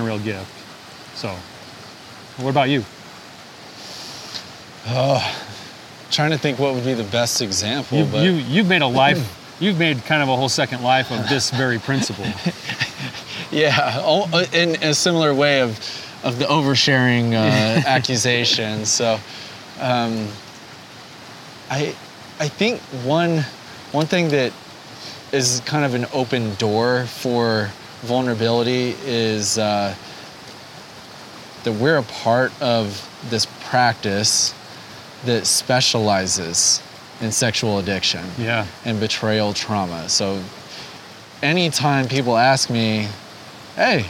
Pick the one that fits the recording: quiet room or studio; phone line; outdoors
outdoors